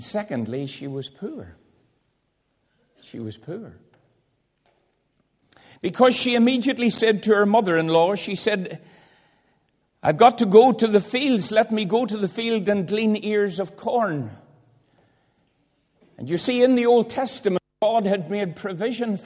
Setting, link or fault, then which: setting, large echoing room